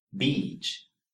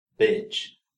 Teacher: The sounds are different. The sound for EA in beach is longer than the sound for I in bitch. Listen. Beach.